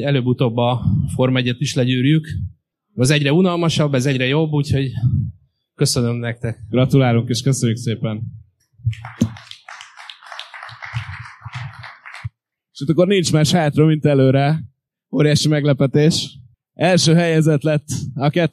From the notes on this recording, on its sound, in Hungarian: Köszönjük, hogy ennyien itt voltatok! A harmadik évadot az élő podcastfelvétel és közönségtalálkozó nyitja meg.